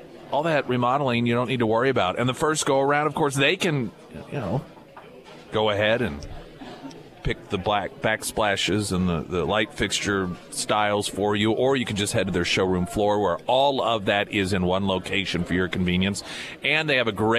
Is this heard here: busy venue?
yes